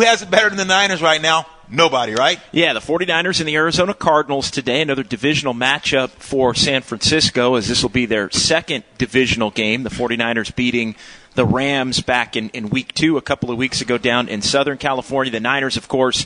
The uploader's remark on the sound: live from the Hilton Santa Clara